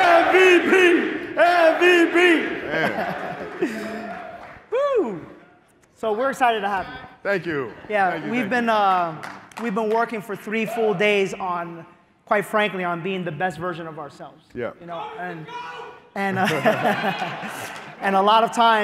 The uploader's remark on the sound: The Full Interview and Q&A from Relentless 2019. Q and A session with the audience.